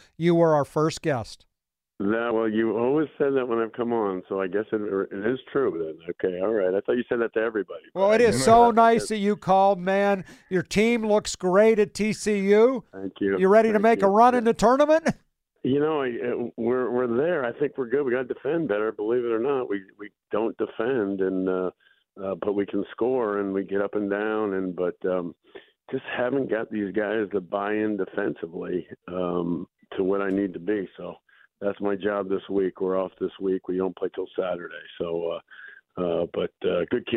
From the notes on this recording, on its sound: More big names in Pittsburgh sports call in to the show.